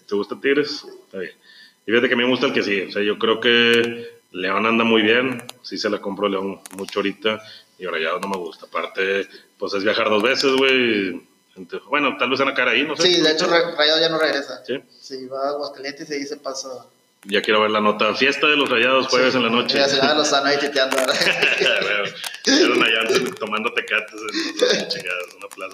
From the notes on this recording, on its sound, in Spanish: El audio no mejoró mucho, pero ya nos decidimos a abandonar a Steren por algo de mejor calidad.